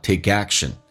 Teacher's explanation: 中间有一个连音 k 跟 a，同时 k 要浊化